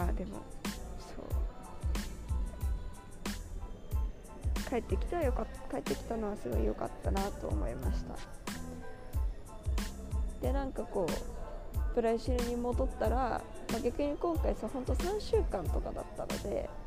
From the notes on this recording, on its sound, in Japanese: 乗り継ぎのチューリッヒ国際空港で収録しました！Wi-Fiの調子が悪く、途中から一人録りになりました。